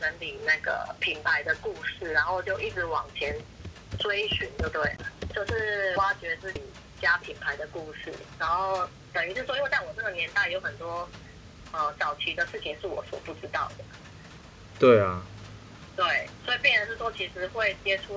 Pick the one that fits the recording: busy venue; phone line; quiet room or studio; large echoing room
phone line